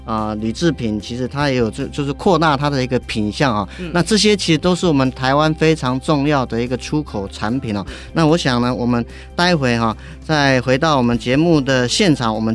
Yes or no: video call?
no